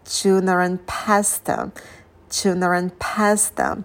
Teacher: может появиться звук ч. Это характерно для британского английского